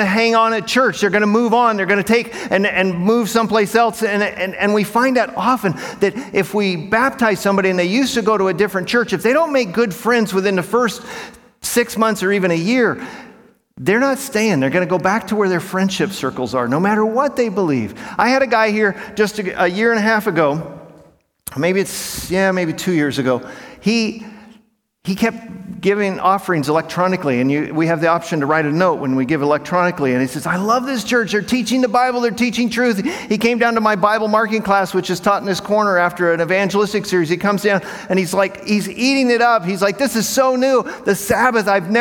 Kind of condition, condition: setting, live audience